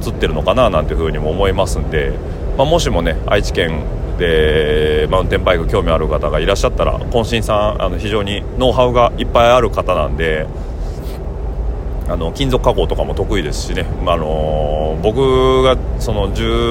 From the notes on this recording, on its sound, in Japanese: 今週は先日、長野県野沢温泉で行われたENSの模様をお届けします。今週も現地での収録となりますので、臨場感をお楽しみください。